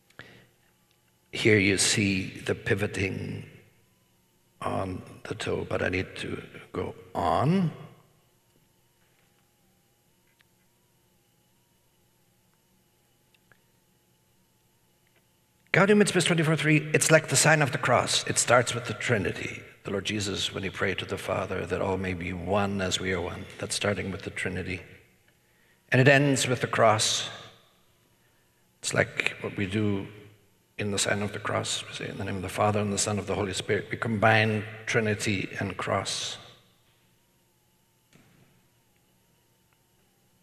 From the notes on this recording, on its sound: talk was part of the Woman: Gift in Culture and Church Conference at Franciscan University of Steubenville